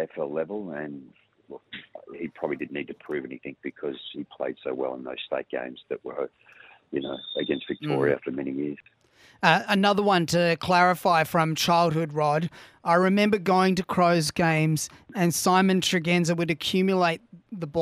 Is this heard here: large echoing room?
no